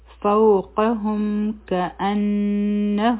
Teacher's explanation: دلته د میم ساکن نه پس کاف دی، نو دلته کې به مونږه اظهاري شفوي کوو